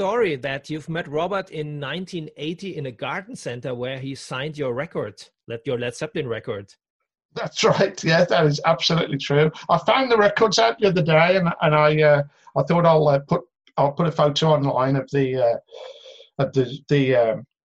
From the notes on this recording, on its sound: on a zoom call